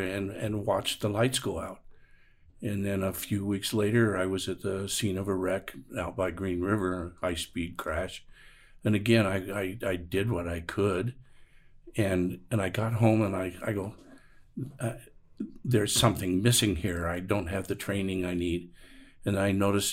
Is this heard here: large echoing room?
no